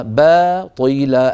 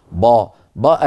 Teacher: من جملة ذلك مثلا الآن أمامي كلمة ما خلقت هذا باطلا، باطلا، الباء مرققة والطاء مفخمة · Shown in: first take · ولا نقول باطلا، با با، العرب لا تفخم الباء أبدا، باطلا، فنعطي كل حرف حقه، فلننتبه إلى ذلك.